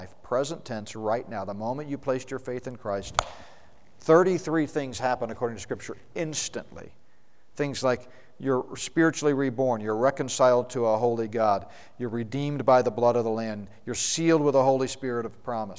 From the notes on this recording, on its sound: the Prophecy Conference at Northstar Family Church in Flowery Branch, GA.